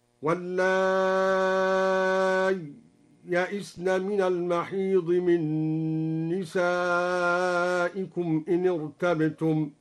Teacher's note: قرأ الدوري إبدال الهمزة ياء مع السكت والإظهار وله الإدغام مع المد الطويل هكذا: واللائي يئسن من المحيض من نسائكم إن ارتبتم، واللائي يئسن من المحيض من نسائكم إن ارتبتم.